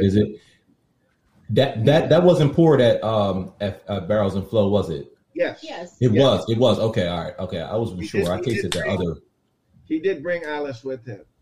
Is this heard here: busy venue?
yes